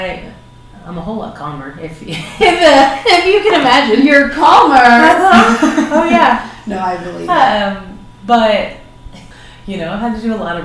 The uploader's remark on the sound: Despite some unfortunate sound difficulties, the conversation was too wonderful to redo!